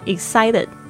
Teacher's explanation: 它那个 T 的声音好像有点浊化。为什么呢？因为它夹在两个 vowel